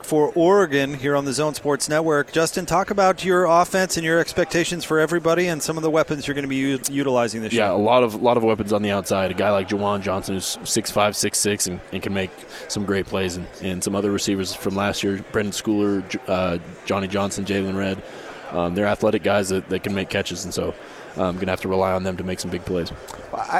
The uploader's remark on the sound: live from Pac-12 Media Day